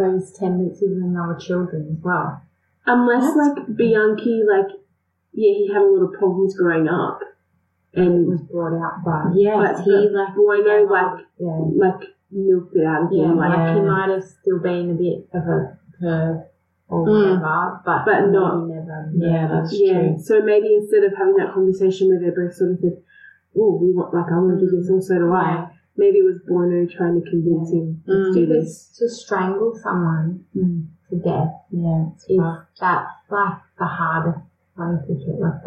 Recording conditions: poor sound quality